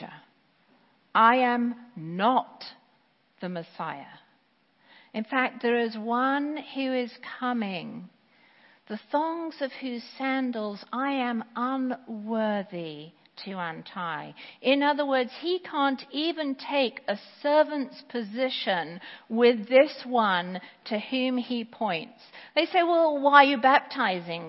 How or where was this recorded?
large echoing room